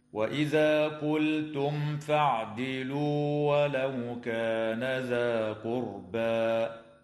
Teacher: تظهر الميم الساكنة عند الفاء في قوله تعالى قلتم فاعدلوا